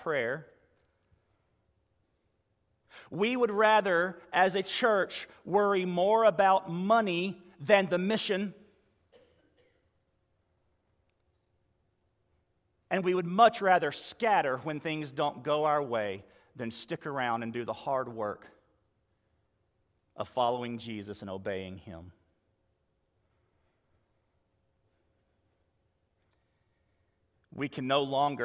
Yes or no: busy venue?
no